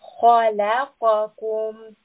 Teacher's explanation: Kha is a heavy letter, lam is a light letter, and qaf is a heavy letter. So we want a heavy, light, heavy.